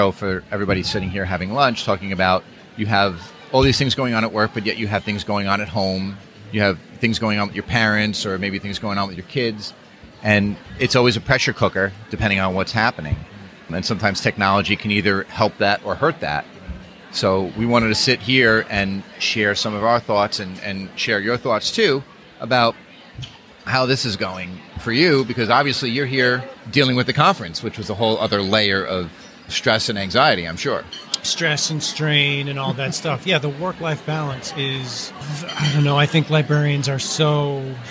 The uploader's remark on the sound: travel to Groton Connecticut at the invitation of the Connecticut Library Association to speak during their conference lunch period